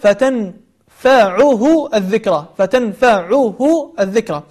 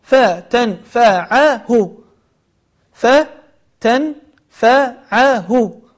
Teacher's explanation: هناك ملاحظة بسيطة أن كثير من الناس يخطئ فيقول فتنفعه الذكرى فتنفعه الذكرى فيجعل العين مضمومة، والصواب أنها مفتوحة فتنفعه فتنفعه وليس فتنفعه.